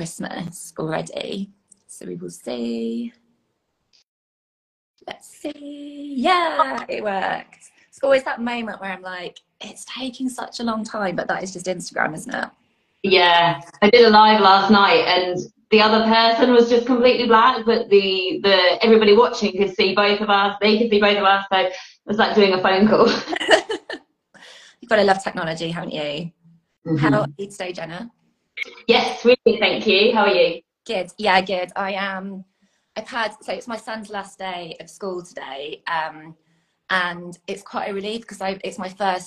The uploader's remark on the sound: Welcome to the recording of this Instagram live